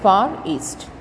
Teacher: in connected speech, if the next word begins with a vowel, as in far east, the R will be pronounced · Term: linking R